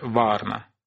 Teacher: В литовском славянским формам закономерно соответствует нисходящий тон.